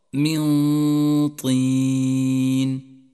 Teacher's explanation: لاحظ حكم الإخفاء الذي بعدها تماما، جاءت النون الساكنة وبعدها حرف الطاء وهو حرف إخفاء، نخفي النون بالطاء مع بقاء غنة للنون من غير تشديد للطاء